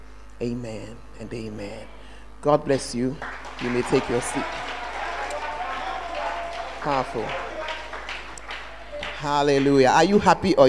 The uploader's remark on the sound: Preached at the Word Alive Service